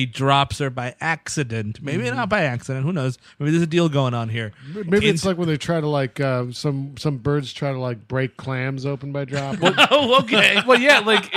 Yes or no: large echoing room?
no